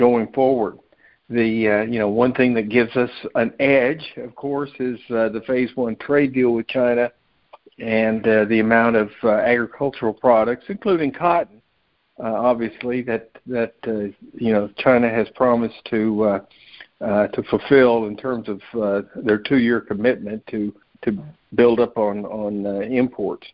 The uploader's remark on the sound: Monthly Conference Call.